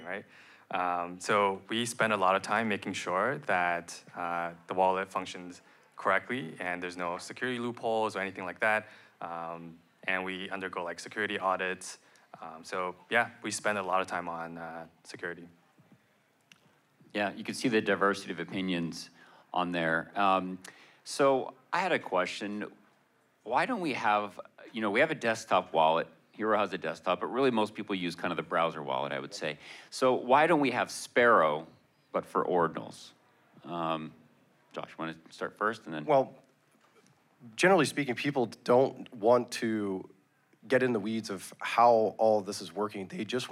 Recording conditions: live audience